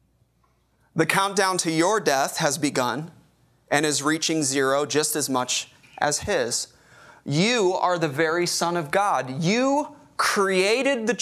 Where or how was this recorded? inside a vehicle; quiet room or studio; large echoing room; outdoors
large echoing room